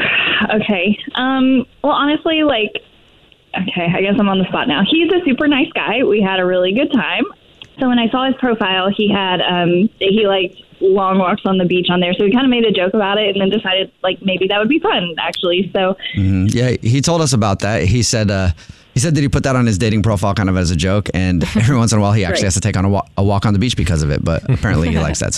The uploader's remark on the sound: We get that other person on the phone